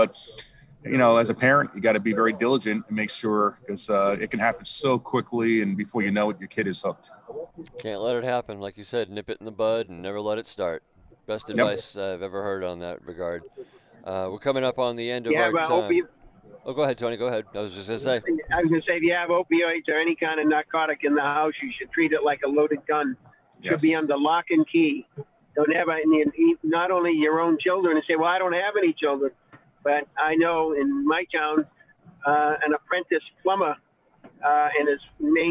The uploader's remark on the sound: Radio Row in Tampa Bay. Live from Radio Row.